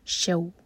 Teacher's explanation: شو مدلین ہے، شین پر فتح ساتھ میں واو